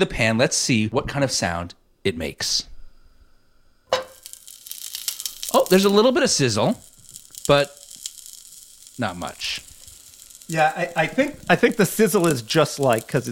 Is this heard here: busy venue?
no